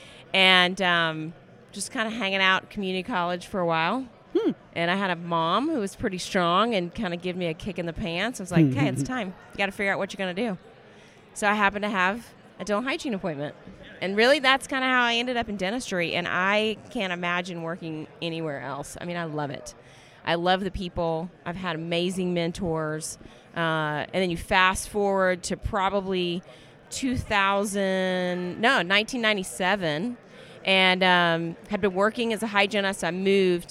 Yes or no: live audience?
yes